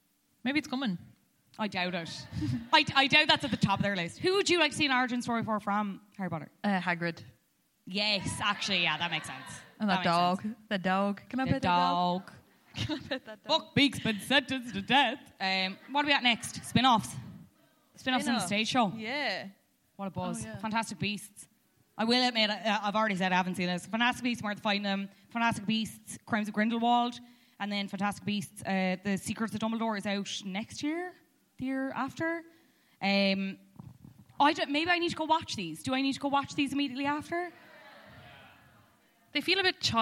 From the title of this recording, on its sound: Live at Liberty Hall